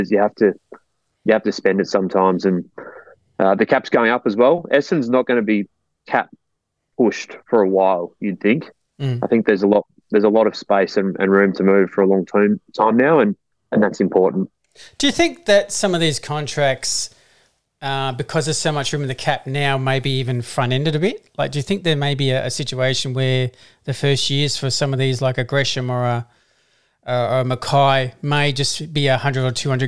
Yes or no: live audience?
no